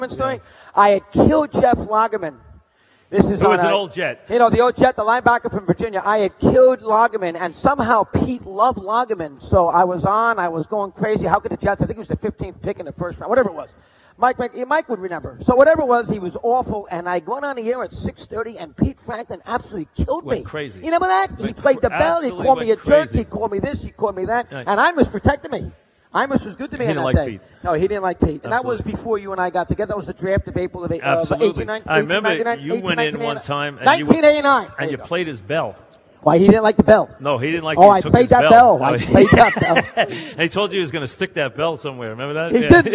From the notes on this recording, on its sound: Live at the Tilles Center